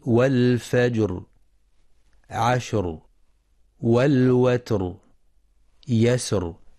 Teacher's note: الراء ينتبه القارئ إلى الراء الموقوف عليها من حيث التفخيم والترقيق، فتفخم الراء في والفجر، عشر، والوتر، يسر لسكونها بعد ساكن مسبوق بفتح